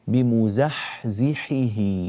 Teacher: هذه الحاء مهموسة والزاي مجهورة، فتجاور المهموس مع المجهور يعني يسبب شيئا من الالتباس، فينبغي العناية بهذا والتنبه له، بارك الله فيك فيكم.